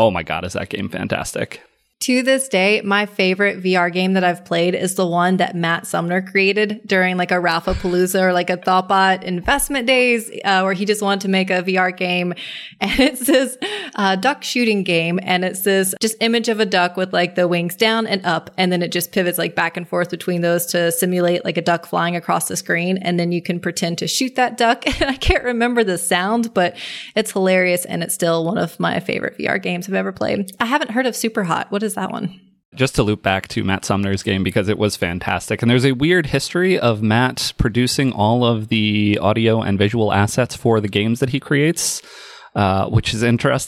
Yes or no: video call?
no